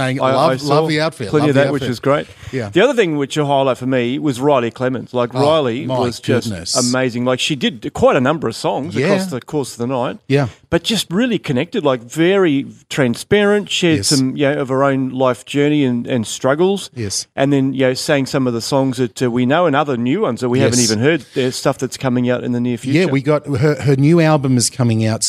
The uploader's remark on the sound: on the floor of the Connect Conference 2023